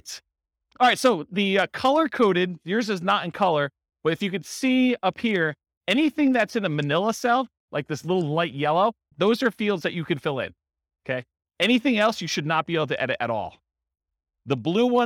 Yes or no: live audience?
yes